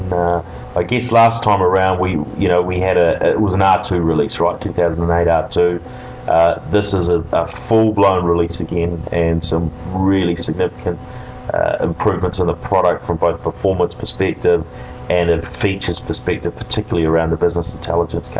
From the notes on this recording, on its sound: This special edition of the NZ Tech Podcast reports from Microsoft’s Worldwide Partner Conference (USA).